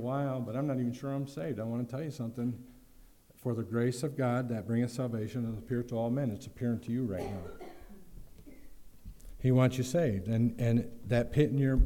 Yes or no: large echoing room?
yes